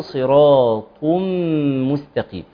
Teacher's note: الطاء المنونة التنوين مع الميم ادغام